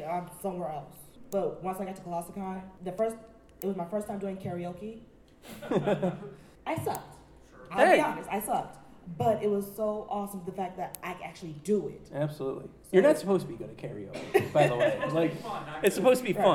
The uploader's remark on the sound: Colossal Con Street Interviews. One of our panels was our patented street interviews, and boy what a doozey! Recorded live in front of a live audience, we had a chance to talk to many interesting people.